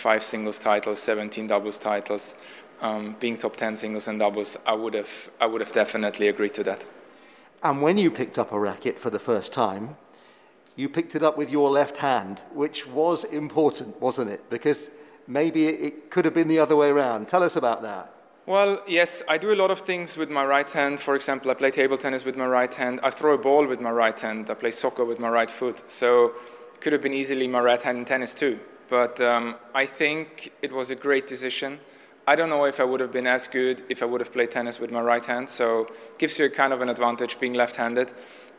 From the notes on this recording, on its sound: One week on from the last Nitto ATP Finals in London we bring you some of our favourite moments and chats from eight days of live broadcast at the O2.